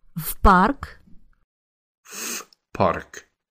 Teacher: Did you notice how the native speaker added a f sound in front of park?